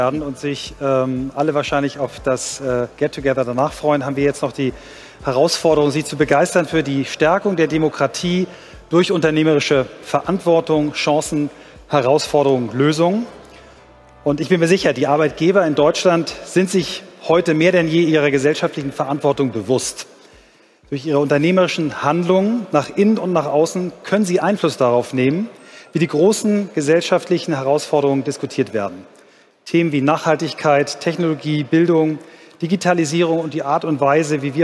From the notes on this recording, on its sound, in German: Auf dem Abschlusspanel des Deutschen Arbeitgebertages. Live-on-tape vom Deutschen Arbeitgebertag 2022 in Berlin.